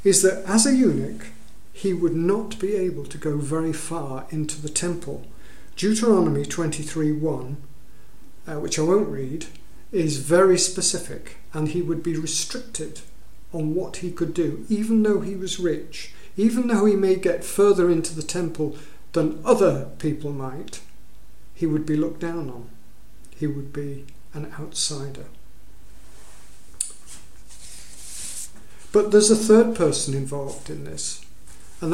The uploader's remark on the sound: At King's Church, Cockermouth, as an audio file.